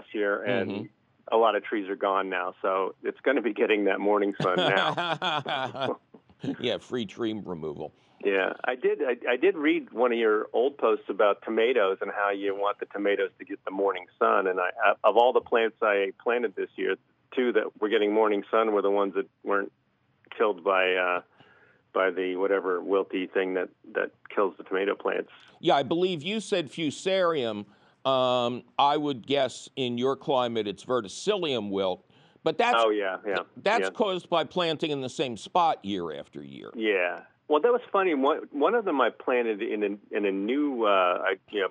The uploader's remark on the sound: your fabulous phone calls!